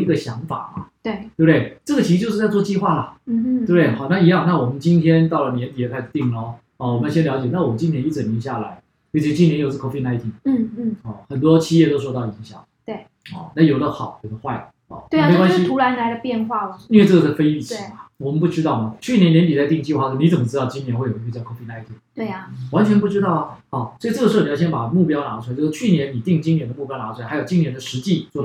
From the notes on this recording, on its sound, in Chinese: 這集錄音沒有設定好,但是有太多的精華又捨不得刪除,音質不太好,請大家見諒